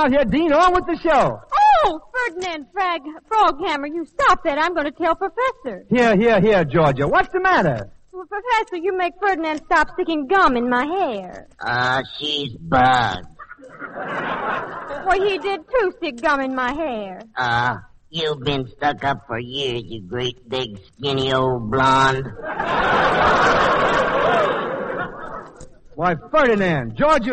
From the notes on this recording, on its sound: At the Maritime Service on Catalina Island, CA. Always fun to listen to with a terrific orchestra, vocalists, some comedy, and "game show" with members of the armed forces audience.